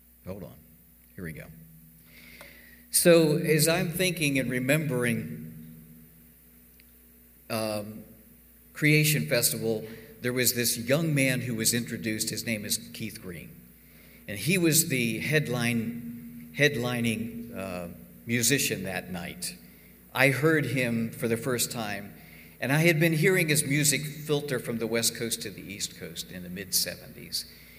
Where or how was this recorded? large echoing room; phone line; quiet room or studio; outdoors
large echoing room